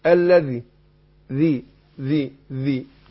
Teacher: بتخرج من ظهر طرف اللسان مع اطراف الثنايا العليا · Term: الزال